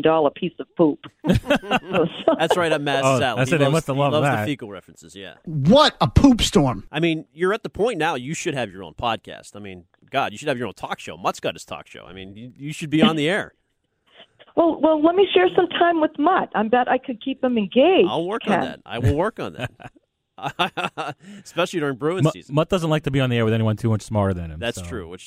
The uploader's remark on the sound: are joined by two special phone guests